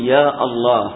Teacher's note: تقطع الهمزة وتحول همزة الوصل إلى همزة قطع